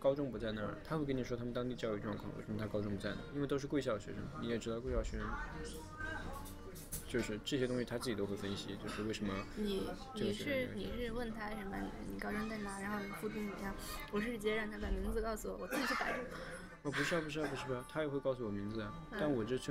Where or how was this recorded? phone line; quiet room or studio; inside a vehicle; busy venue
busy venue